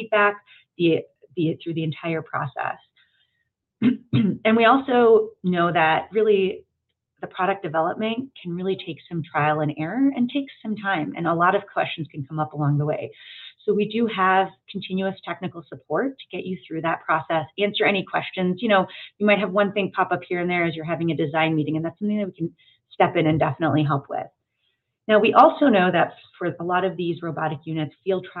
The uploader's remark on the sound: This is the audio from OttOmate's recent live Q&A webinar